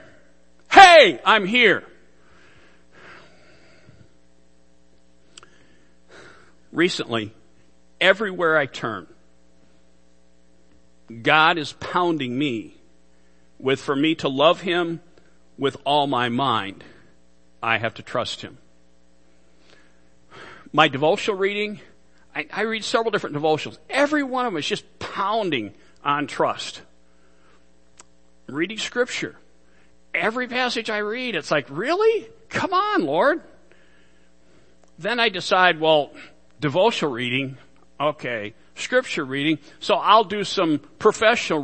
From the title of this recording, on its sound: Worship Service - Audio